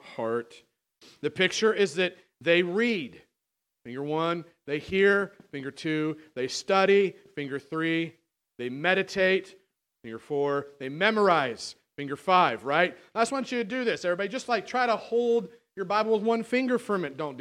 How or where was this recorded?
large echoing room